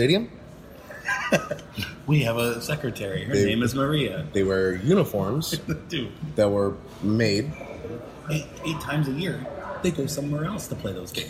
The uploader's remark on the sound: LIVE from Brunch!